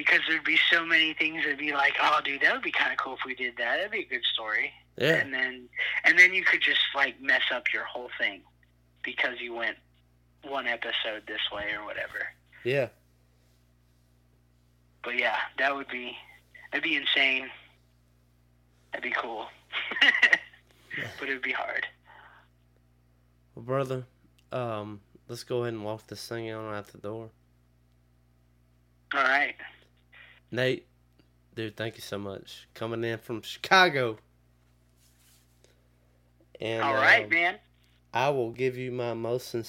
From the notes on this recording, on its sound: burnt the phone lines to Chicago